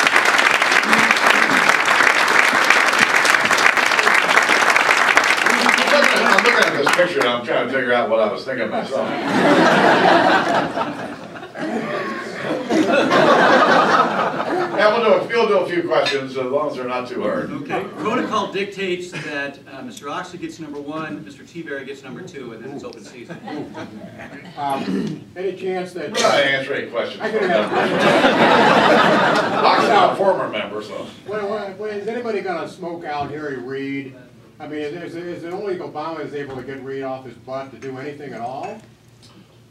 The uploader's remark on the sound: WASHINGTON, DC. Appeared before a luncheon meeting of The Ripon Society, delivering a speech.